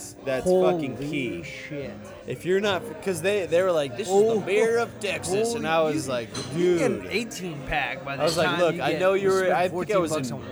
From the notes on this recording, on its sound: As we start drinking the topics change go in an out. Thank you 04 lounge. Letting us record, great time at a chill bar.